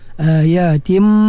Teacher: Tanwin bertemu dengan mim, idgham ma'al gunnah kamil, dia masuk penuh nun dalam tanwin ke dalam huruf mim.